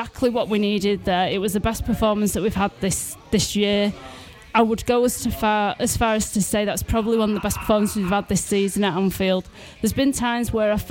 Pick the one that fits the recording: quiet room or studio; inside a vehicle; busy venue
busy venue